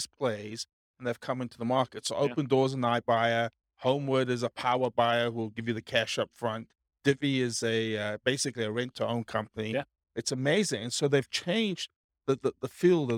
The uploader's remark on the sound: This was a live class recorded. Charlotte, North Carolina.